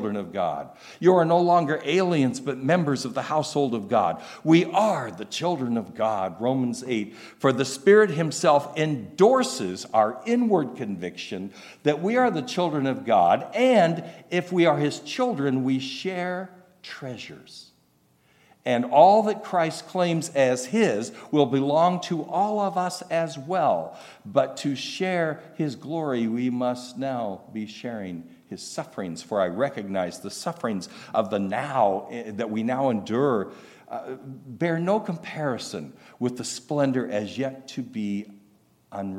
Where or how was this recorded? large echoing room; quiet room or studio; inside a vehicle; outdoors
large echoing room